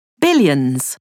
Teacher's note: a final S can be pronounced like a Z, as in billions